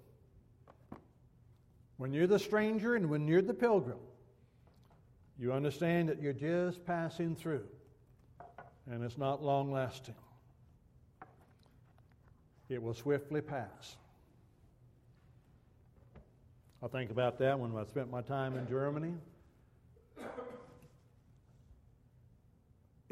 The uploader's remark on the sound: Downtown Church Of Christ Audio Sermon.